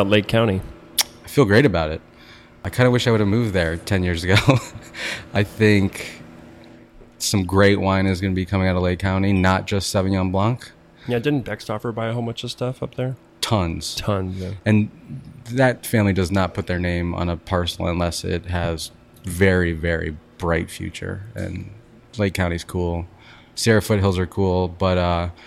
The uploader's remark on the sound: They record the episode from the LA Wine Bar